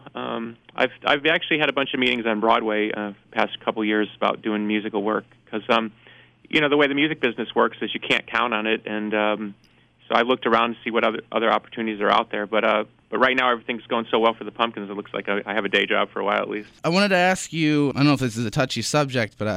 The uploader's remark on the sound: called